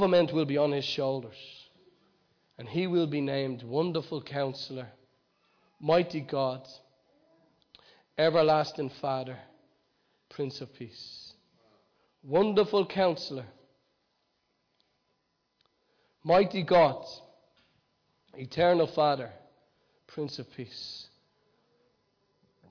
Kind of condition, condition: setting, large echoing room